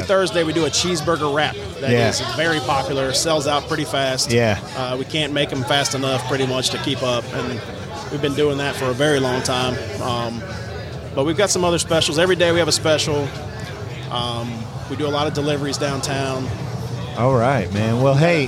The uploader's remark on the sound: Metro Deli 20th Anniversary Party recorded live. The NFLSN records live from the Metro Deli in Tallahassee as they celebrate 20 years in business.